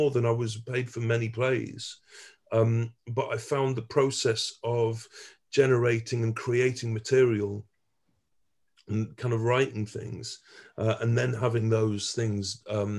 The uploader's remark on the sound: Jumped on a zoom call with us.